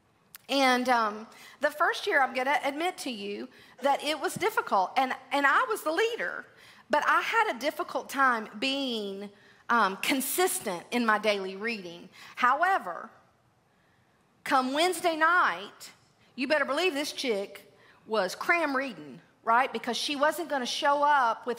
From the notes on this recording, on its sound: LIVE! February at the Gathering 2023. Please enjoy this recording from our live at the Gathering Event.